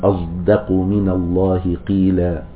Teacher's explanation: فهذا إشمام الصاد صوت الزاي في قراءة حمزة